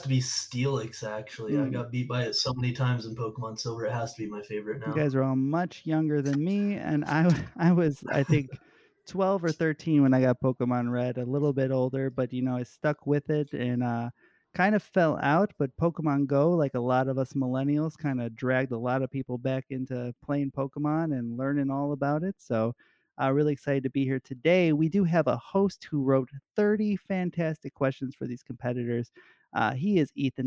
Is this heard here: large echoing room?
no